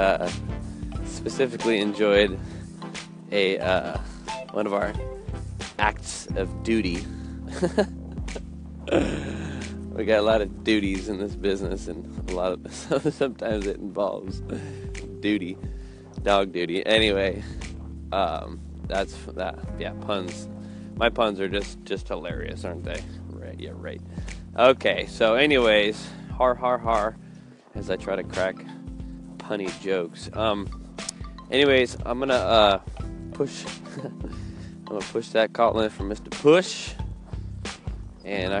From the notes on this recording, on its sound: Live from Alaskan dog walk